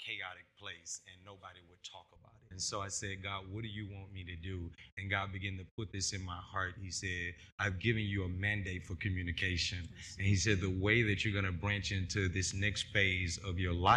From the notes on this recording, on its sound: This is a live recording at the conference and book relaunch.